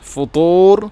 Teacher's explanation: തറാ മിൻ ഫുതൂർ ത്വാ ഫുതൂർ ഫുതൂർ അല്ല ഫുതൂർ. ത്വാഇനെ ഉച്ചരിക്കുമ്പോൾ നാവിൻ്റെ മധ്യഭാഗം അണ്ണാക്കിലോട്ട് ചേർന്ന് വരണം